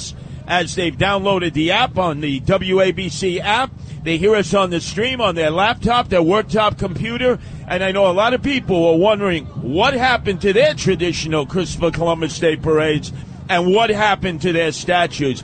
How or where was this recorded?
outdoors